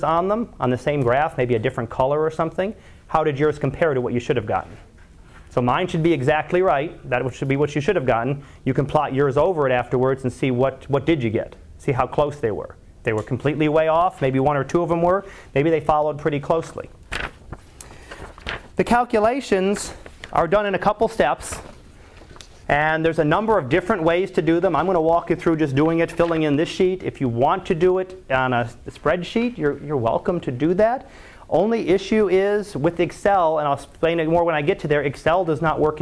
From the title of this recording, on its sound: Live Class Lecture